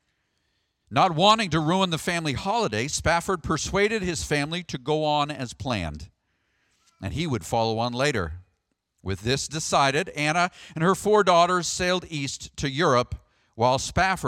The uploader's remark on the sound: Sermon audio from the March 3rd, worship service.